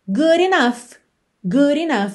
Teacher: Você não ouve T de not.